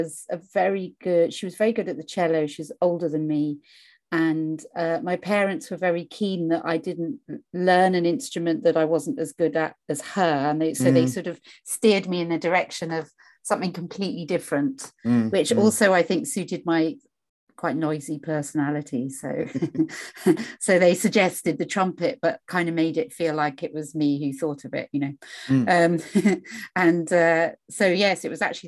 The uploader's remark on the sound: This interview was recorded on 20th December 2021 via Zoom.